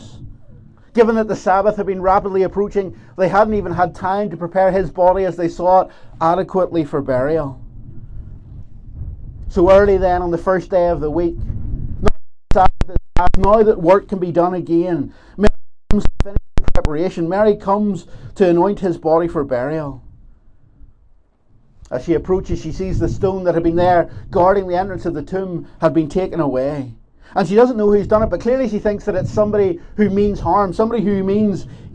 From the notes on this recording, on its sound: This is the recording of the Bible reading and talk from Ballymena Presbytery's Easter Dawn Service held at Slemish Car Park on Sunday 9th April 2023.